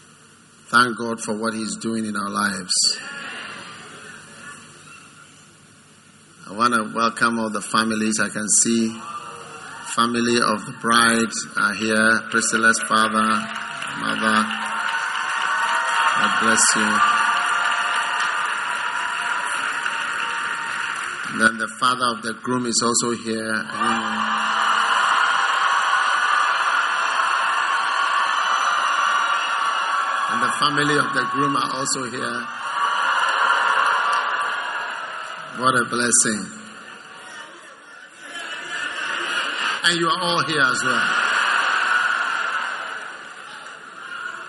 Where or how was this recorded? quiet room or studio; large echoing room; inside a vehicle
large echoing room